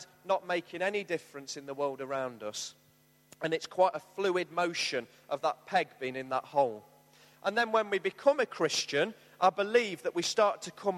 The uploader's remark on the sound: Arena Church, Ilkeston.